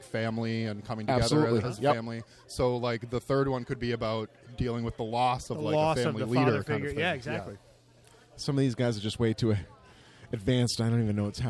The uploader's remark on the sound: enjoy all the interviews, nonsense, background noise and beer sipping goodness